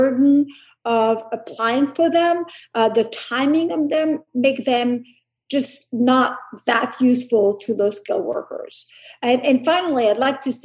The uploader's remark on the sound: The Bridge Policy Download produced by the Mercatus Center at George Mason University. We’re bringing you the audio from a recent virtual congressional briefing.